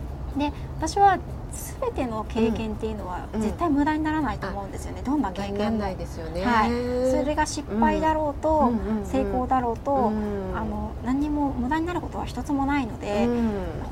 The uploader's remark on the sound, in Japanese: リアルコラボ収録。野外収録のため音量調整お願いいたします。